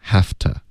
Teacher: 就是 v 的音会轻化为 f，OK，千万不要发成一个 v 的这个音， have f 的音才对，OK。 to 这个字我们就弱读为 t，have to，然后后面 ask 就没有变化了